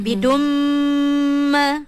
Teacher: Dia akan jadi idgham ma'al gunnah ataupun kita panggilnya sebagai wajibul gunnah pun boleh. Sebab mim ada tanda tasydid, dia panggil dalam kategori wajibul gunnah. Wajib untuk kita dengung kalau jumpa. Bidumma. Wajib dengung.